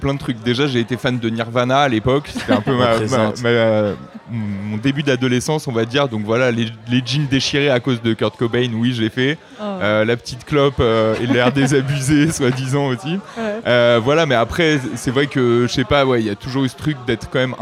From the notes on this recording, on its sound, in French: épisode enregistré au Petit Garage (Paris 11e)